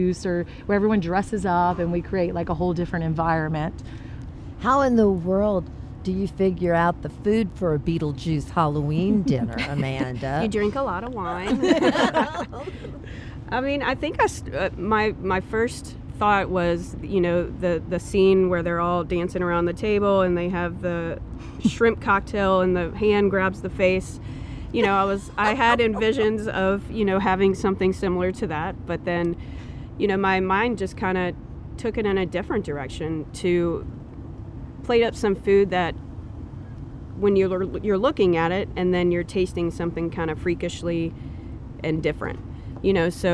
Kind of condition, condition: setting, outdoors